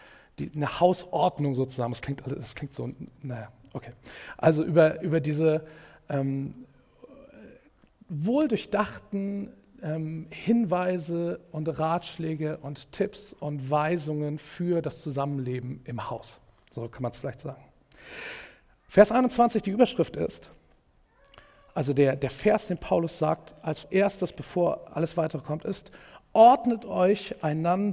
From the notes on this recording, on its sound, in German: Predigt im Rahmen des GreifBar+ Gottesdienstes